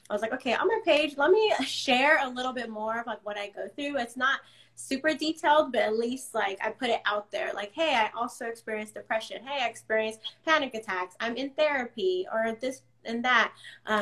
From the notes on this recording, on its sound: a Live Instagram conversation